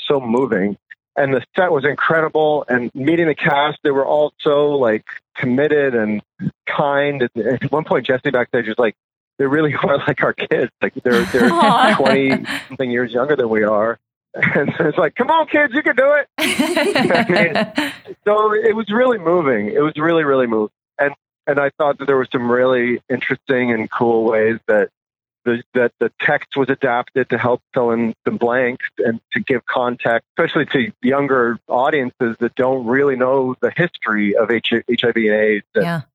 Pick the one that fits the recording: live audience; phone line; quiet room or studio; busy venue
phone line